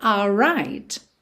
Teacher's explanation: percebe que você já junta o R no right pelo R. All right.